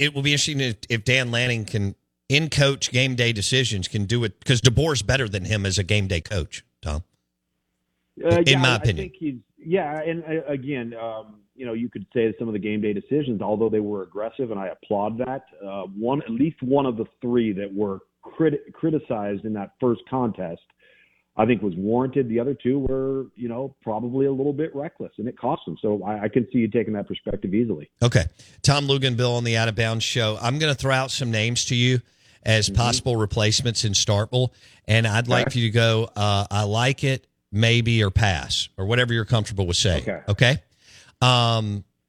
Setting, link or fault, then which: link, phone line